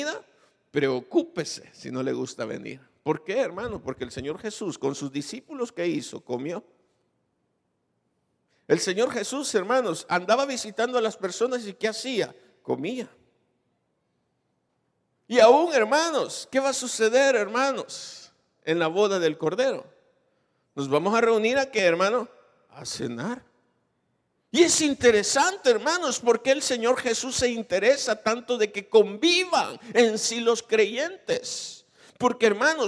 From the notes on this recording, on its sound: Recorded live. Grabado en Iglesia Genezareth.